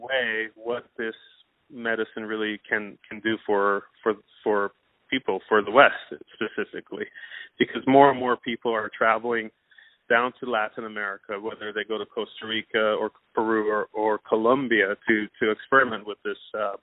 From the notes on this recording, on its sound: On the phone